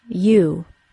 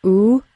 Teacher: The long U sound is just an OO sound with a Y sound before it.